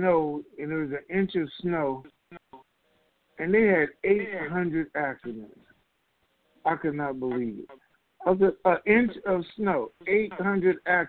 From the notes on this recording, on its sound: TNTSuperfantastic Conference Call.